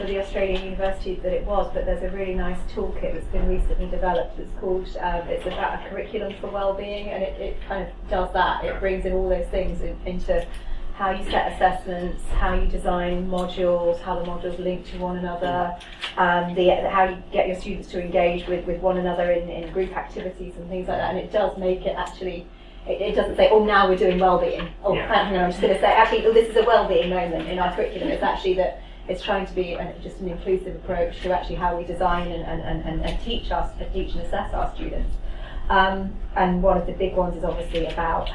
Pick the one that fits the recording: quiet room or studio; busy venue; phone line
busy venue